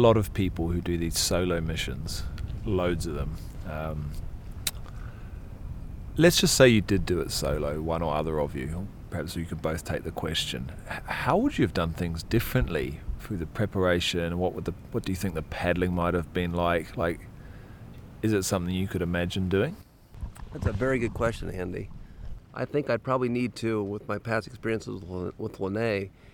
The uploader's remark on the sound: It was recorded on March 30, 2017 on a log on the right bank (descending) looking to Cairo, Illinois, from the confluence of the Ohio and Mississippi Rivers.